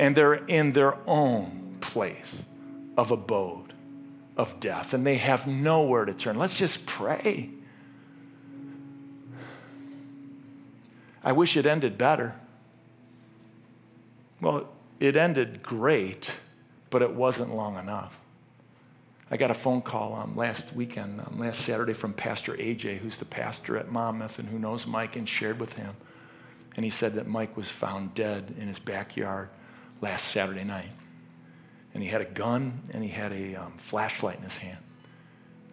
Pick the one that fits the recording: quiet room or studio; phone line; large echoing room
large echoing room